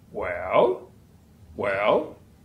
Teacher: The tone is called a falling and rising tone. We don't have many falling and rising tones in American English.